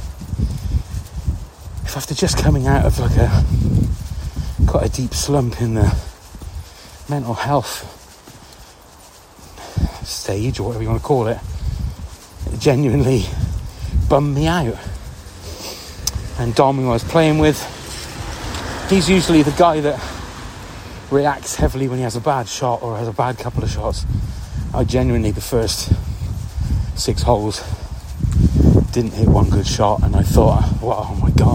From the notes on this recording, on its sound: Just another little ramble on my pre work walk giving thanks x. Here’s another little Grizzly chat while I’m out walking little Freddy, my dog.